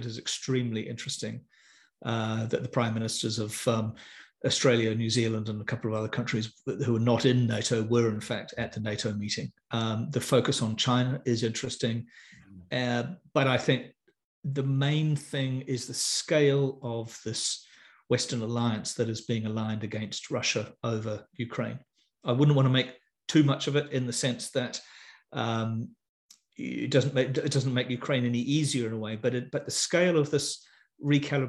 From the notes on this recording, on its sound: In Friday evening’s live hoon webinar for paid subscribers, which is in recorded form above for all subscribers.